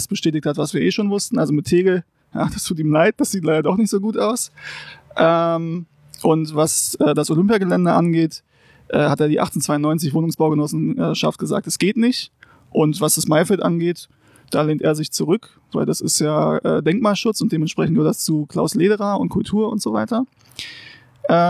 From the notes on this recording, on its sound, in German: Open-Air in Tempelhof. Genießen die frische Luft im Garten.